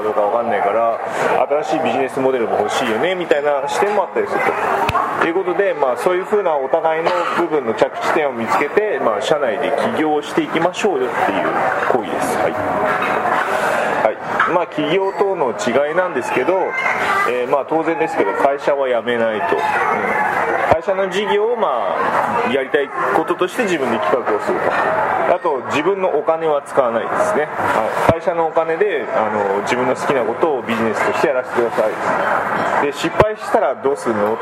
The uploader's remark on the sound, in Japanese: カルビ屋大福 柏の葉店にて収録。カルビ屋大福 柏の葉店にて収録。